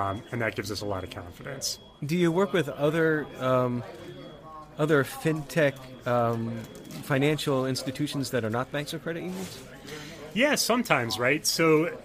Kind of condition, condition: setting, busy venue